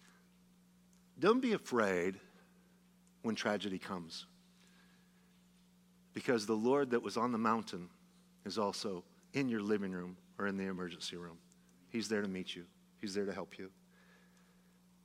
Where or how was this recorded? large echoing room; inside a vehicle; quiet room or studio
large echoing room